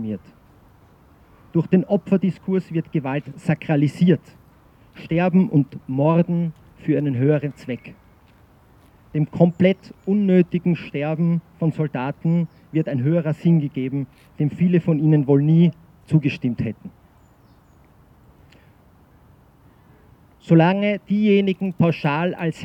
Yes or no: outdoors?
yes